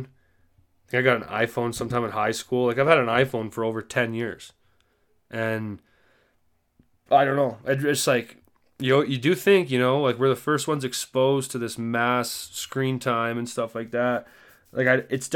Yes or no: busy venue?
no